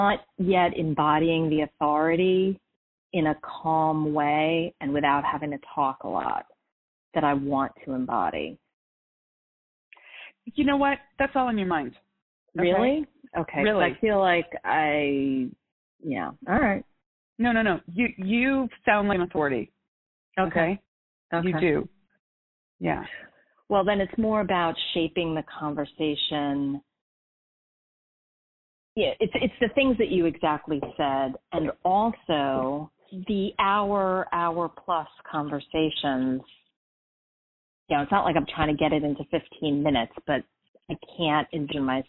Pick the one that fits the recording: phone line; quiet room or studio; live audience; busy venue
phone line